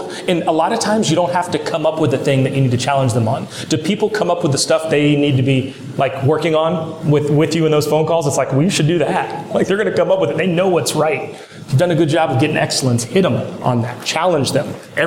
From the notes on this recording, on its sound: Straight from the stage of SWFC's 2021 Strategic Alignment Day